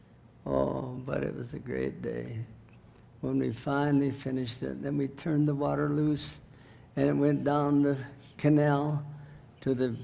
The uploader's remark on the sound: NBC 2009 Missions Conference. Sermon was recorded October 12, 2009 at Northside Baptist Church of Elkhart, Indiana.